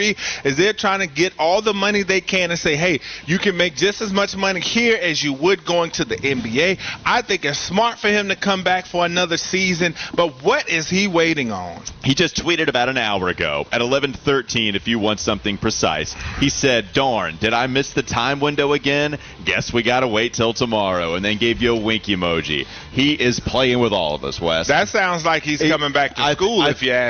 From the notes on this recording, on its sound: live from the Spectrum Center